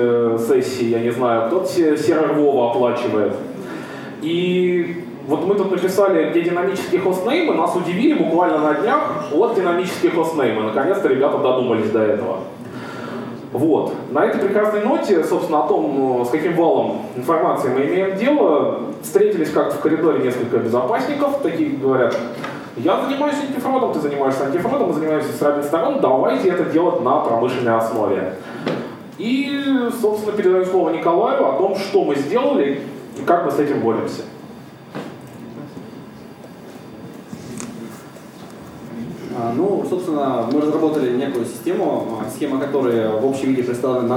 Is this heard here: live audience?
yes